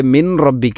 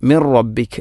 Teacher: സുക്കൂനുള്ള നൂനിന് ശേഷം റാ വന്നാൽ ഇദ്ഗാം ബിലാഗുന്ന, അവിടെ മണിക്കാതെ നൂനിനെ റായിലേക്ക് കൂട്ടിലയിപ്പിക്കണം. · Shown in: second take